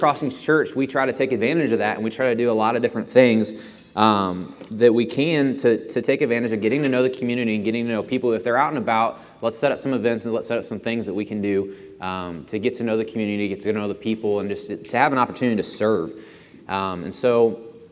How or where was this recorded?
large echoing room